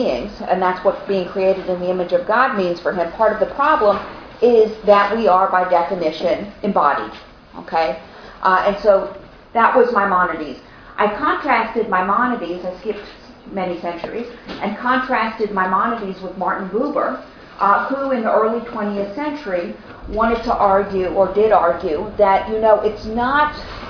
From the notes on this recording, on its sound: This audio was originally recorded on 12/24/2013 as part of Drisha's Winter Week of Learning.